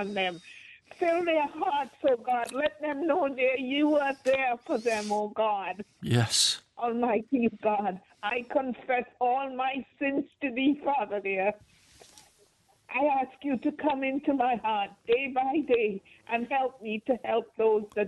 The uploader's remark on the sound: those who called into today's live prayer meeting